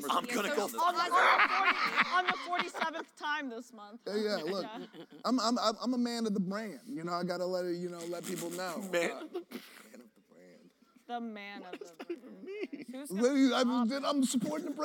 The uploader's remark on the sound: live from RTX!